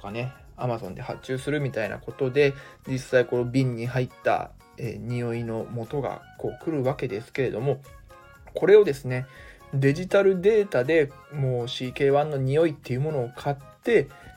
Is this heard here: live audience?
no